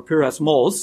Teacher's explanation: It's the word pyrosmos, or pyrosmos is the emphasis on the last syllable